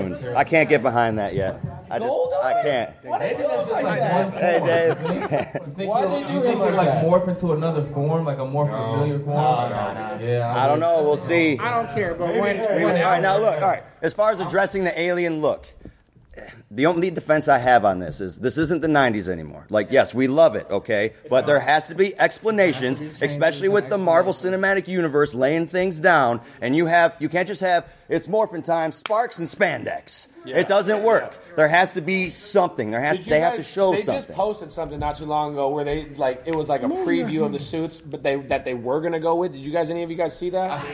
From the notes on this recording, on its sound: Power Rangers Movie Panel Live from 2017 Lexington Comic Con.